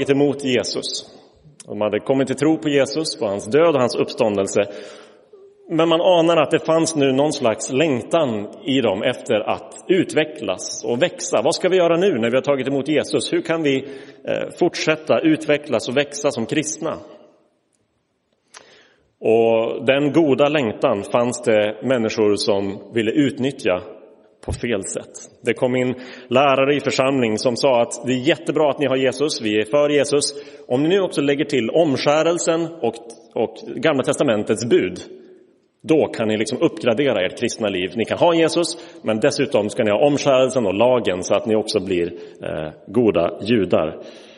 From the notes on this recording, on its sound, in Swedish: Inspelad i Roseniuskyrkan.